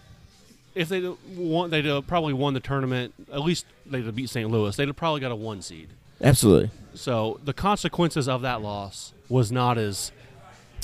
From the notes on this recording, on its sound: on location at DogBerry Brewing in West Chester